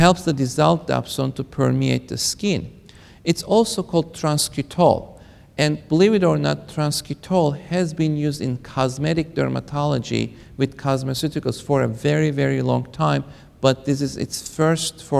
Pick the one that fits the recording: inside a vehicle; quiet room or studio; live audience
live audience